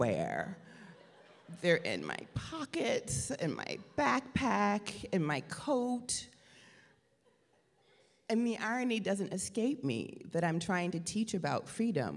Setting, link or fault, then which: setting, live audience